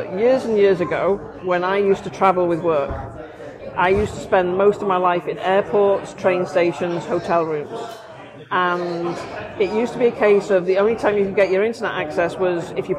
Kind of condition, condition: fault, background noise